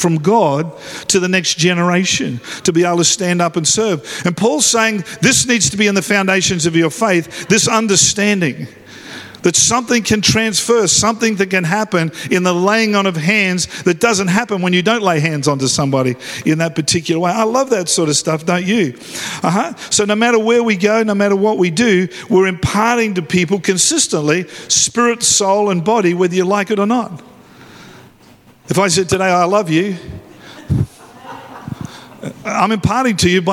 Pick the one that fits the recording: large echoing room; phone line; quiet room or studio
large echoing room